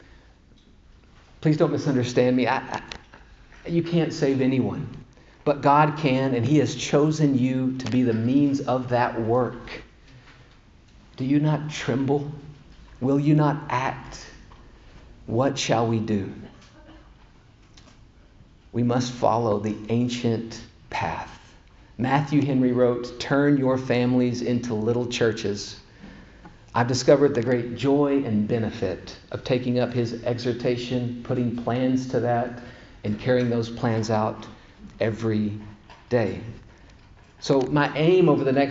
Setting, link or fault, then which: setting, large echoing room